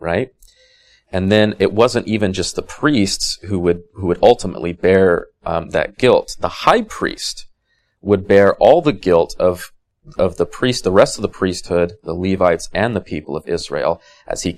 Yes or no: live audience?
no